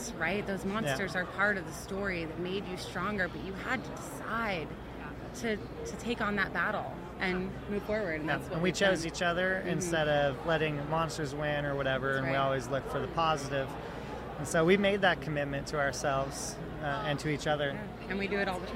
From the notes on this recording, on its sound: Podcast at AmFest.